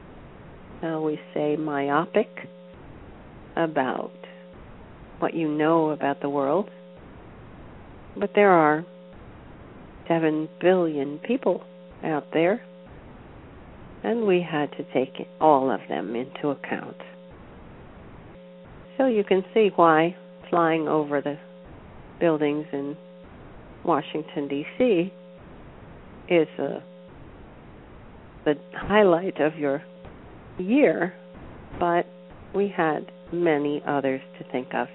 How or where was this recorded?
phone line